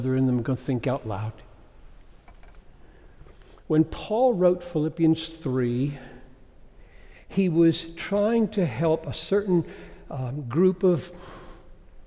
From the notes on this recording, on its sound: preached this message at Bethlehem College & Seminary in Minneapolis